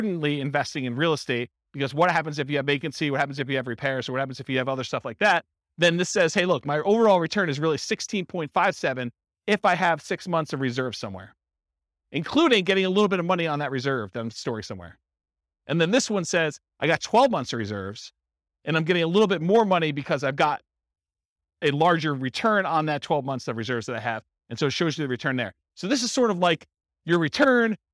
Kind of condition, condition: setting, live audience